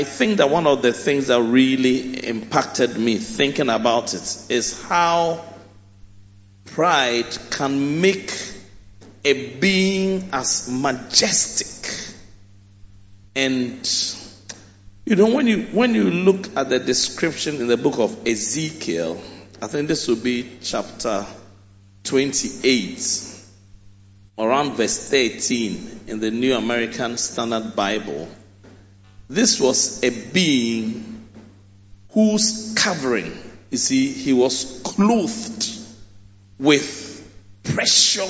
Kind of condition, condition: setting, large echoing room